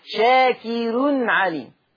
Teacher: فالراء مرققة عند ورش، ها هنا في لفظ شاكر لأن الراء مضمومة ومسبوقة بكسر أصلي